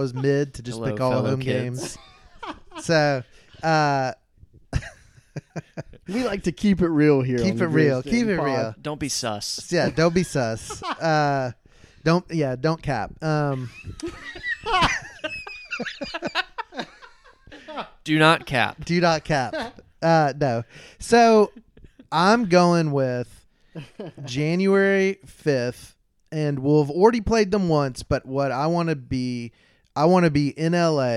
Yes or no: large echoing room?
no